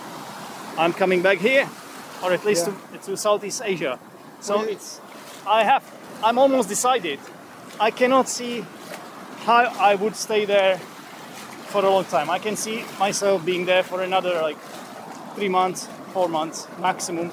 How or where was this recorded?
outdoors